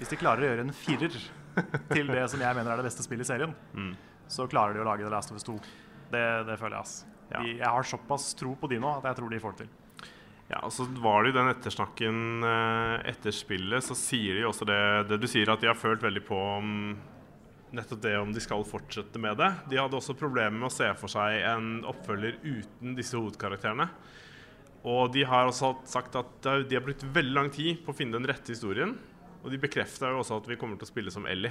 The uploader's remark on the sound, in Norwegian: For første gang spilles hele Level BackUp inn foran et live-publikum! Vi satt på spillkonserten Score på Oslo konserthus, der vi podcastet for publikum som ventet på å komme inn på konserten.